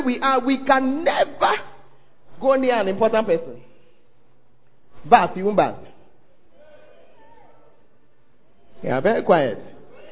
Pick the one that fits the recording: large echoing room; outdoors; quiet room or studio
large echoing room